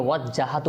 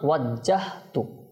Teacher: এটা অনেকে ওয়াজ্জাহাতু বলে, তো ওয়াজ্জাহাতু না ওয়াজ্জাহতু, হা সাকিন। · Shown in: second take